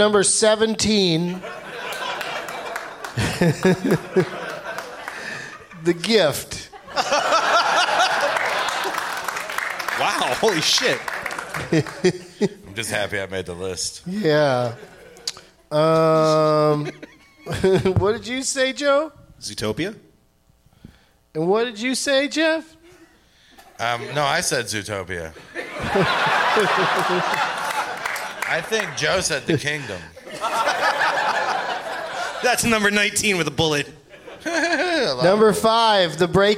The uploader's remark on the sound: Live from Largo at the Coronet in Los Angeles